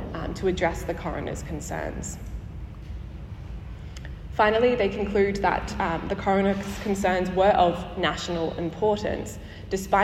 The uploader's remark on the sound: Live from the 2023 Chief Coroner's Conference.